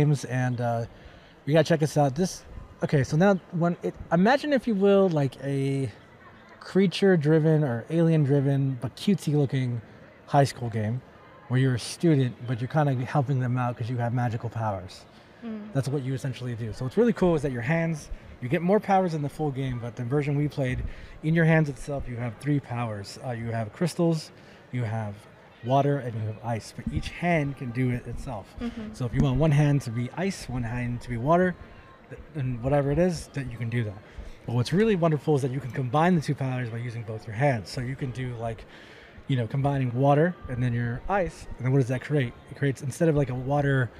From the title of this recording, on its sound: UncleDad Live at GDC 2022 in San Francisco